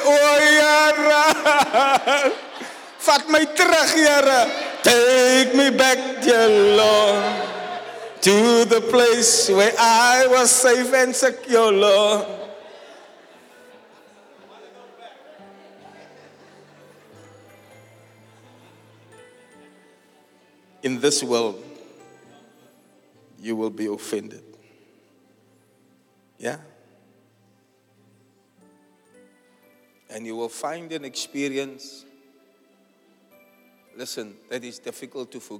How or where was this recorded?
large echoing room